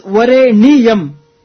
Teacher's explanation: we are supposed to slightly space out. It becomes Vareniyam. Ni plus Yam.